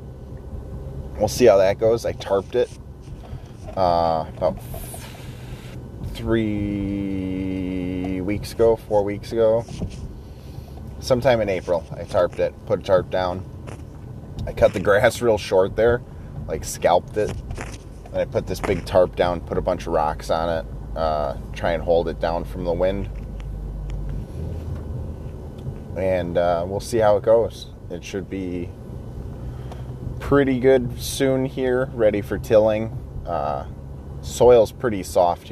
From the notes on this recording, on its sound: talking to myself while driving to work